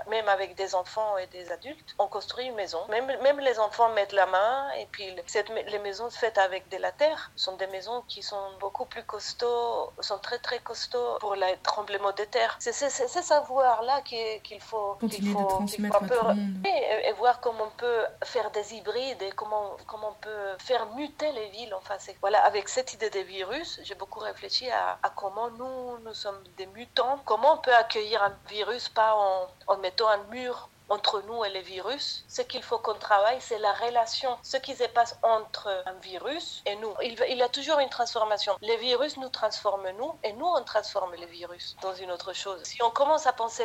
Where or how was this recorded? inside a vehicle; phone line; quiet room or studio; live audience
phone line